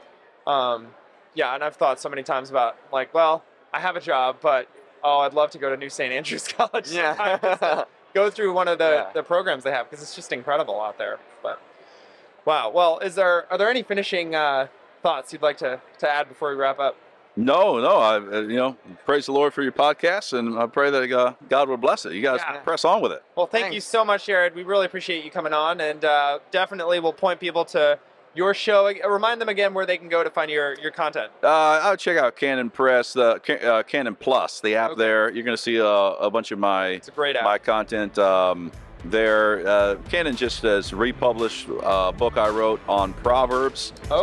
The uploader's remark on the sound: FLF conference interview